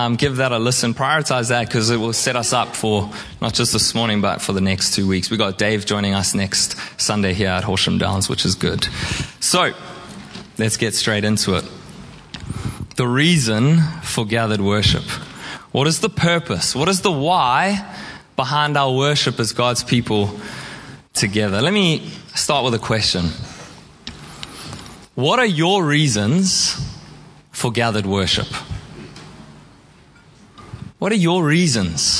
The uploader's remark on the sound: Preached at Horsham Downs.